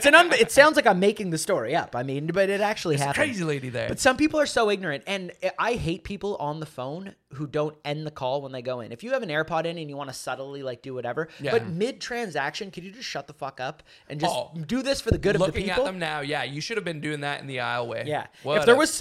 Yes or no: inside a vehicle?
no